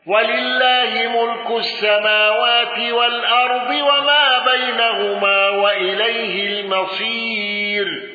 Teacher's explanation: خلف عن حمزة بترك الغنة والسكت على أل